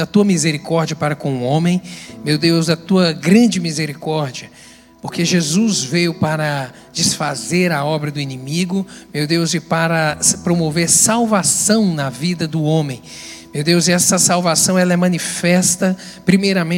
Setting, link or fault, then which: setting, large echoing room